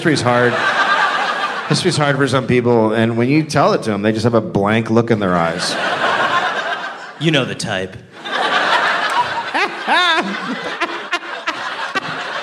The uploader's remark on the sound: Live from Melbourne, Australia